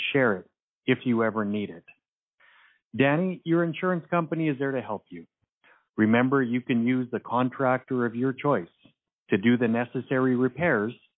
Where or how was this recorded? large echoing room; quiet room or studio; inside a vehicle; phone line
phone line